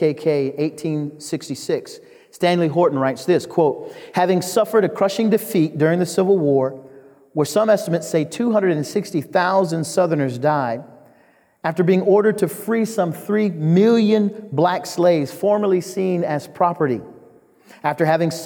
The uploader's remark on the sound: The Great Awokening Conference, Session 11